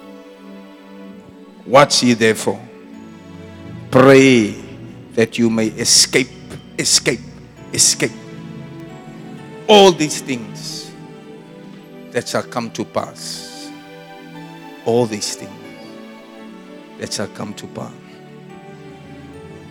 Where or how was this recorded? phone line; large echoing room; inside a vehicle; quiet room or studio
large echoing room